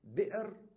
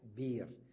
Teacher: بئر الهمزة ساكنة قبلها كسرة يصح أن تقول بير، تقلب الهمزة ياء ويصح أبقائها كما هي نعم. · Term: تخفيف